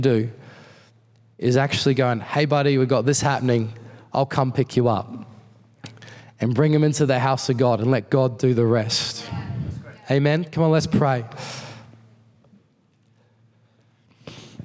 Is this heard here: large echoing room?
yes